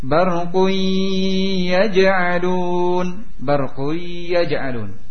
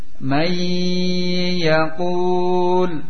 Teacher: ditahan dengan memakai gunnah dua harokat